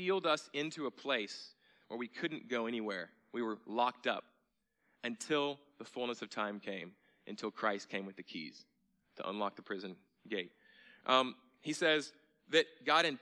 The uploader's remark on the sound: at Sojourn Galleria Church on Sunday, November 4, 2018